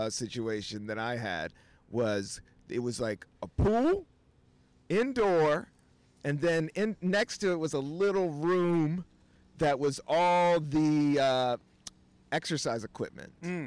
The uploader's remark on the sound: Recorded on a rooftop in Brooklyn.